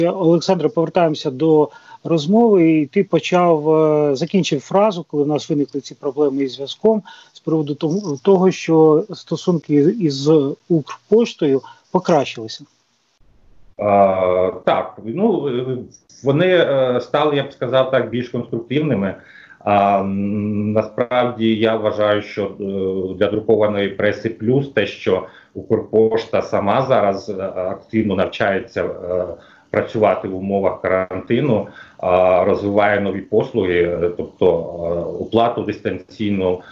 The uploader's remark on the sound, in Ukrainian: У ході розмови з допомогою skype-зв’язку